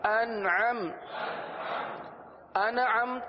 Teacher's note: نون پر قلقلہ نہیں ہوتا، نون میں آواز کو جمائیں گے، قلقلہ نہیں ہونے دیں گے